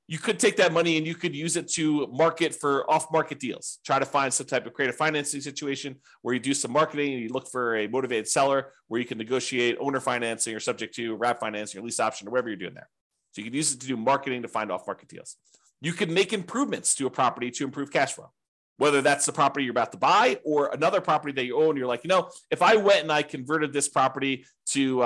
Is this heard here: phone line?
no